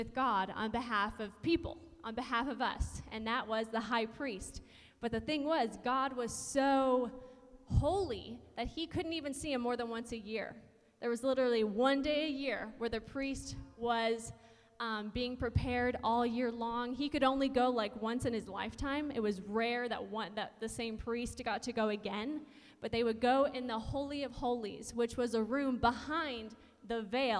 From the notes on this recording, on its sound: We sat down as a family and did a panel live at Vision Church on Easter Sunday.